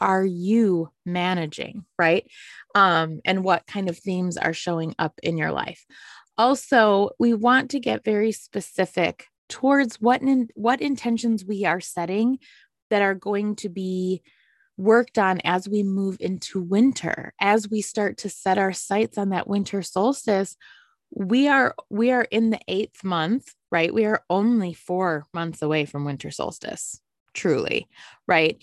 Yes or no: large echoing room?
no